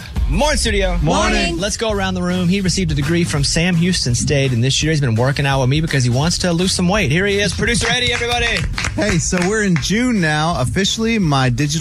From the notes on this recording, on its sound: a listener called